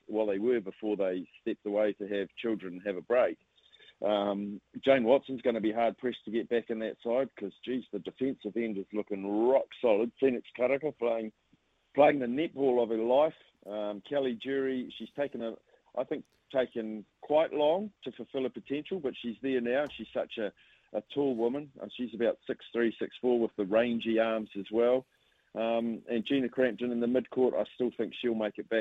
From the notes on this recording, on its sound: joins the show on the phone